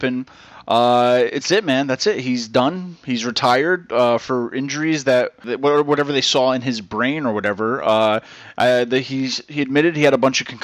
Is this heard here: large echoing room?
no